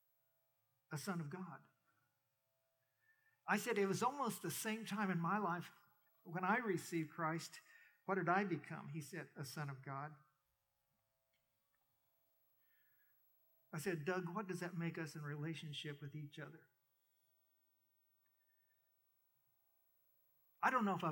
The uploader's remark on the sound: We apologize for some audio issues through this recording, most notably at the 6:45 mark.